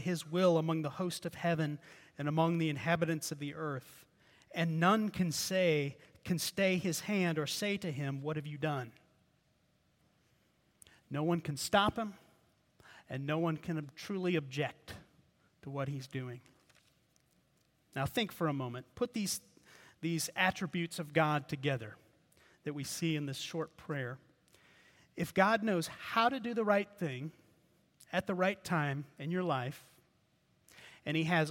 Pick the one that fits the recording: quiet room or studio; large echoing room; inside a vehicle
large echoing room